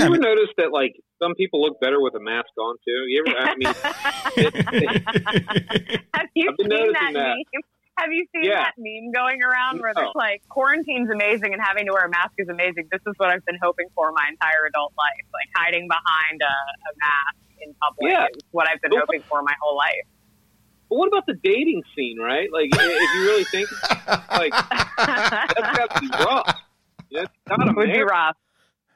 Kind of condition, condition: link, phone line